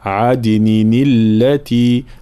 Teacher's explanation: في قوله تعالى جنات عدن التي، طبعا هنا تحريك التنوين حال الوصل، عدن التي تحريك التنوين بالكسر، أصلها عدن ولكن هنا نحرك التنوين بالكسر